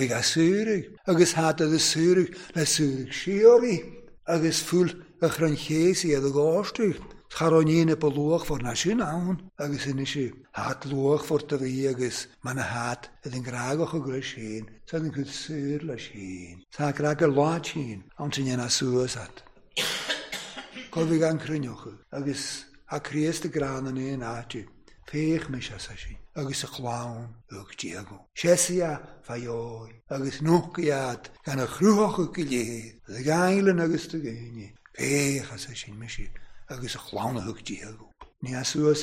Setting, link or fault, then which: setting, large echoing room